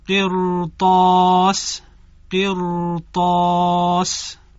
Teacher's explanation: در این کلمه حرف را بین دو تا حرف قاف و حرف طاء قرار گرفته، چون دو تا حرف قوی و چاق هستن، باعث میشن حرف را اگرچه ما قبل مکسوره تفخیم بشه و چاق خونده بشه